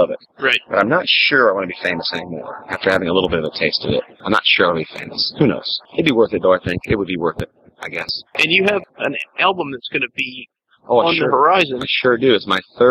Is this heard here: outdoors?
yes